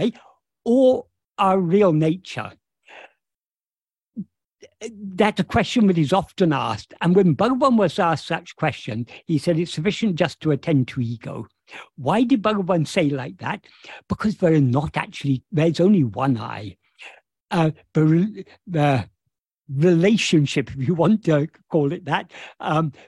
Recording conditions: video call